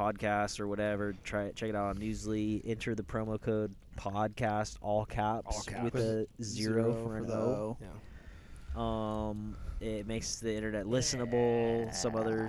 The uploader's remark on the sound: Recorded this one at Joshua Tree.